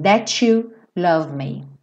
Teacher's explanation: é muito comum que that, seguido de you, vire to, that you, ou seja, parece até o som do número 2